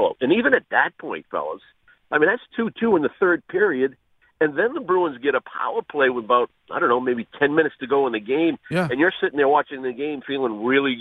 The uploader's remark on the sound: calls into the program this morning